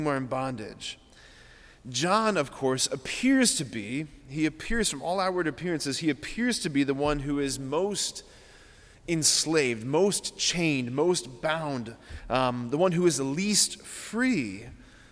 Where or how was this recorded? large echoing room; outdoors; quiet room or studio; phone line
large echoing room